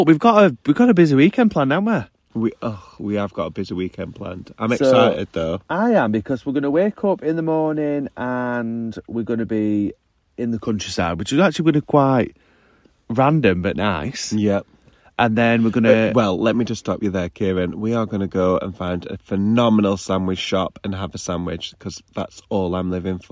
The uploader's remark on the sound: Coming live from a campervan